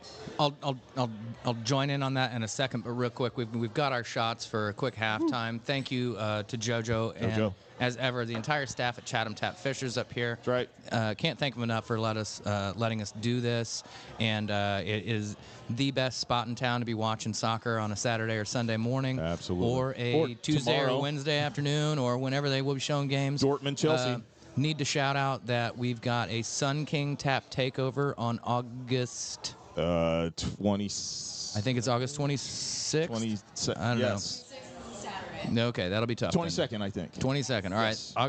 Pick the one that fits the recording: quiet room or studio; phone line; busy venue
busy venue